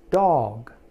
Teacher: if you use the ah vowel sound instead, the word becomes dog